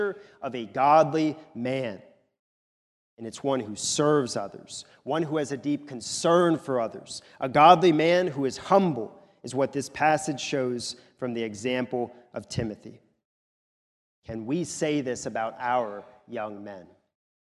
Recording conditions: large echoing room